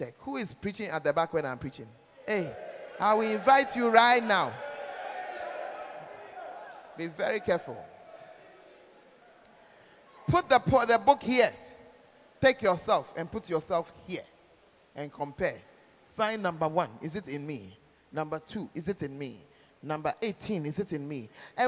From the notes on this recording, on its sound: Preached At The 12 Foundations Of The Bacenta Camp